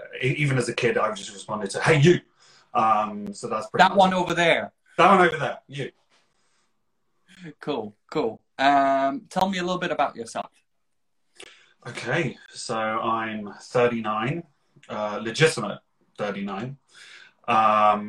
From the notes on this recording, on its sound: Recorded on 18 September 2021 on Instagram Live